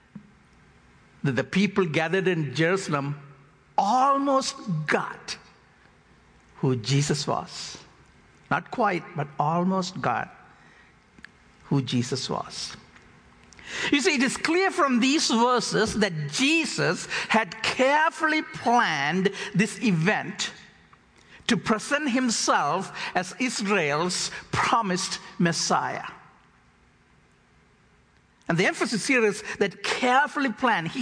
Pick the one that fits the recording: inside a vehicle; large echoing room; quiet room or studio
large echoing room